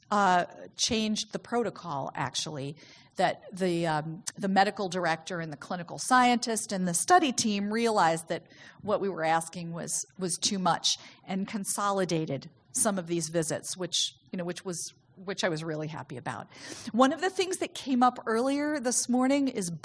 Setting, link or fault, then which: setting, live audience